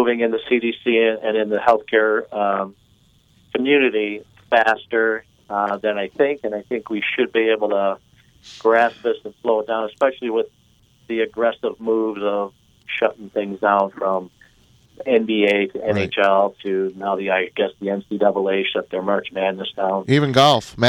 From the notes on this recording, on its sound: joined on the phone